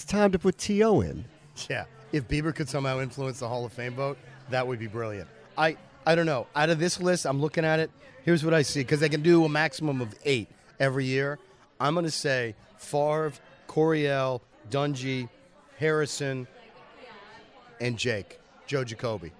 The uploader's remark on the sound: Together again, at the bar. Record live (and together again!) from a bar.